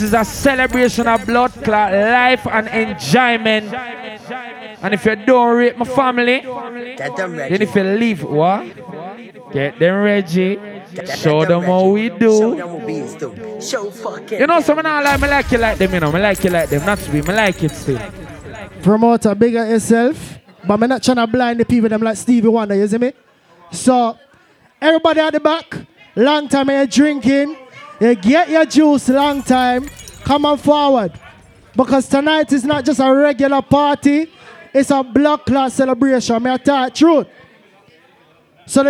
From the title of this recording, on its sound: CHOSEN 2023 LIVE AUDIO